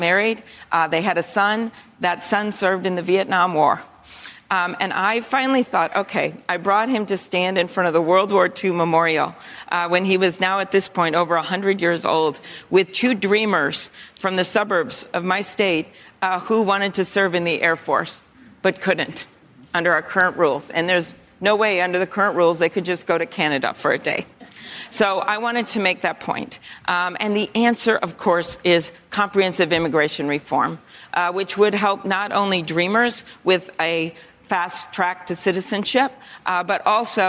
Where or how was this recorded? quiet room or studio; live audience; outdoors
live audience